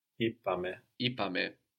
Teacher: So even in the we form, no, we still have this I addition because the verb is so short, ipame. And it's the only time actually we get the accent third from the end